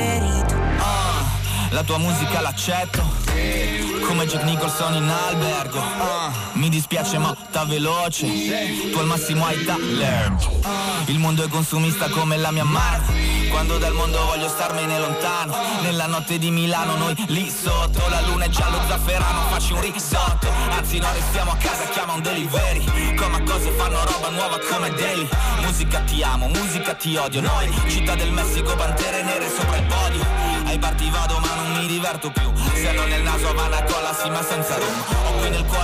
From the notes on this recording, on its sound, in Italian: Registrato domenica scorsa al Festival della lingua italiana di Lecco. Speciale dal Festival della lingua italiana di Lecco. Registrato domenica scorsa al Festival della lingua italiana di Lecco.